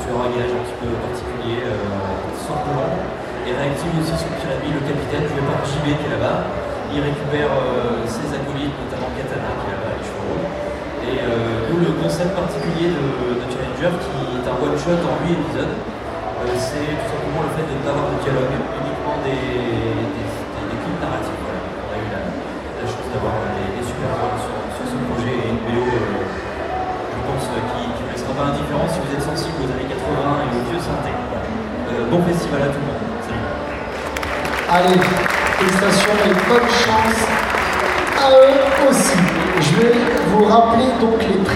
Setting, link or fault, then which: setting, busy venue